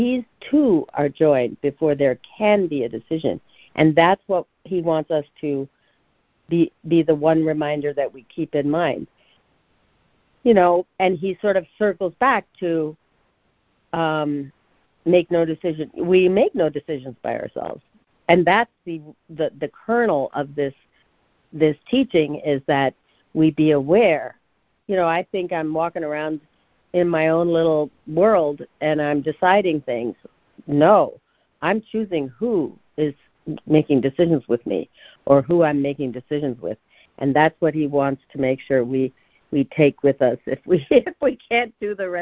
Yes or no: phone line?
yes